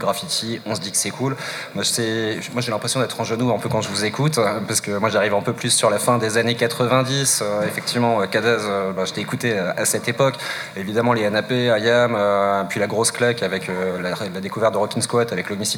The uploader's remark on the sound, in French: Replay d'une table ronde réalisée en direct au Marché Off Place Grimmeissein le samedi 25 novembre